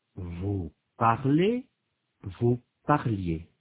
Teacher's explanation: Notez que pour la première et la deuxième personne du pluriel, il y a une semi-voyelle « ye » additionnelle à l'imparfait.